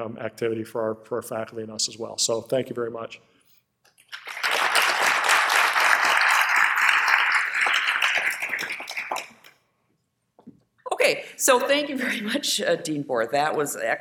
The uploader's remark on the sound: This episode is a recording of the University of Minnesota panel discussion